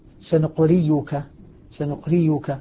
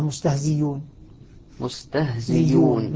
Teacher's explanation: أبدل الهمزة المضمومة بعد الكسر ياء مضمومة